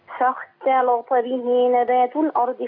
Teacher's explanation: خلصي التاء واللام من الطاء